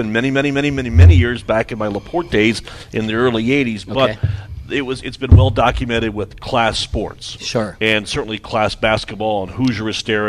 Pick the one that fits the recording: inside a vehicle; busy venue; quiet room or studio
busy venue